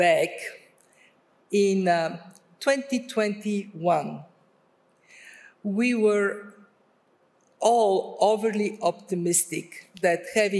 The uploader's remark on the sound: Experts talk inflation, stagnation and (de-)globalisation at Davos 2022. On this panel at Davos 2022.